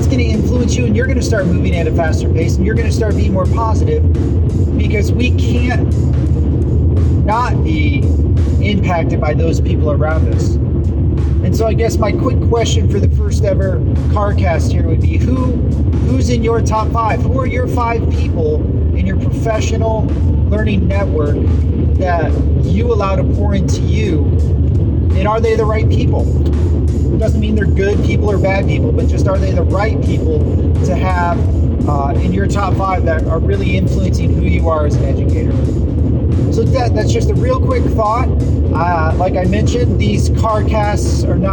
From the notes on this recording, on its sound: A podcast series on my drive...A CARcast.